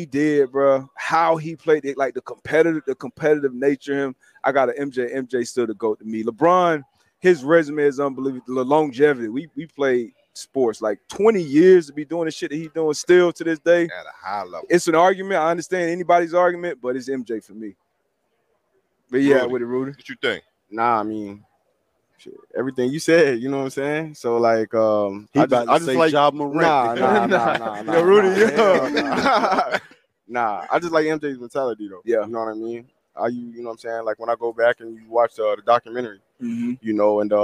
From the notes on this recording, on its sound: Live from Media Row at the Super Bowl